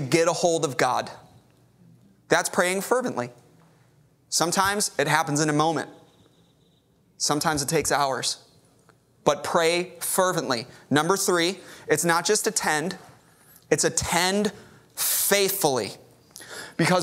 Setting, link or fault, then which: setting, large echoing room